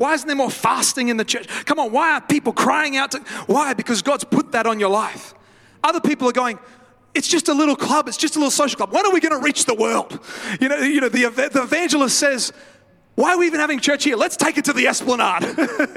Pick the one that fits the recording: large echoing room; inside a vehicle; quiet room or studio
large echoing room